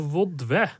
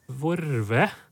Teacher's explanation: D-en som har gått til R, den ser du av og til. · Shown in: second take